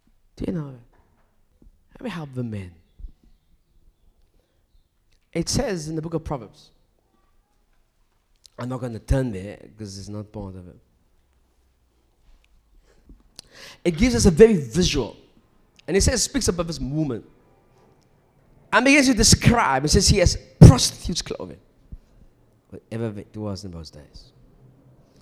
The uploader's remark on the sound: This message was recorded in October 2019, during a live service.